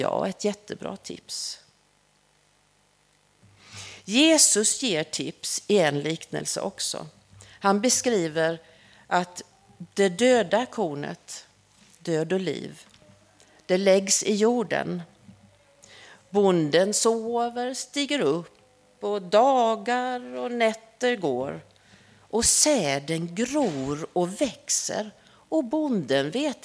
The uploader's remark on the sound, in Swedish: Inspelad under gudstjänst på Snäckan, Klintehamn.